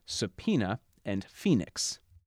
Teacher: In words where the Latin OE digraph is a stressed syllable in either of the word's final two syllables, it's pronounced as long E in modern English, as in subpoena and phoenix.